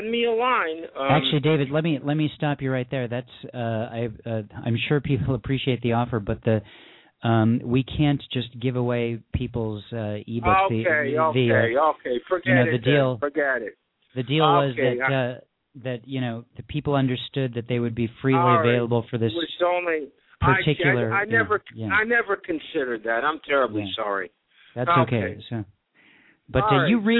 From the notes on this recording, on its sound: A couple of poets who had poems in the Poetry Super Highway's recent Holocaust Remembrance Day issue also called in to read their work.